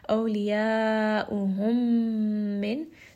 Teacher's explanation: meme is going to merge with the second meme. Bring it up into the nose because it does have a shadda. So we are going to make sure that we are spending a bit of time in the nose and giving it proper ghunna.